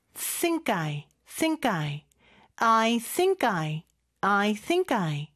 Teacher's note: sing, sink, sink 이죠. 근데 이제 요게 I하고 연음이 되면서 크 발음은 쌍기역 발음으로 발음해 주시면 조금 더 편리합니다. Think I, think I, I think I, I think I 이렇게 되는 거죠.